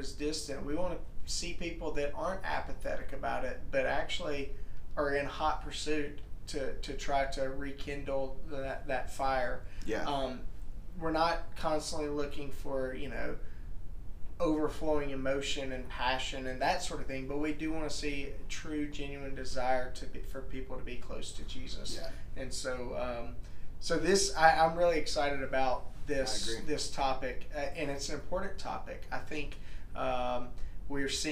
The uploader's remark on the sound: WE know the AUDIO LEVELS are really BAD.